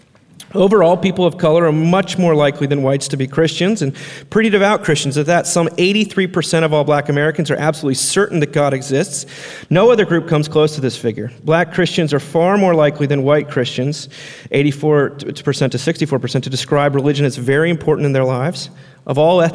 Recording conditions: live audience